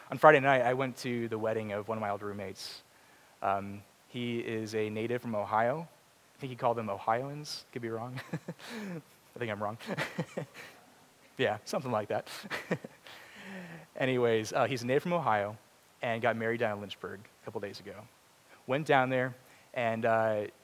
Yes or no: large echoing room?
yes